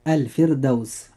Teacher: كلمة الفردوس، الراء فيها مرققة لأنها ساكنة وقبلها كسر أصلي وليس بعدها حرف استعلاء، ولذلك ننطق هذه الكلمة مرققة هكذا.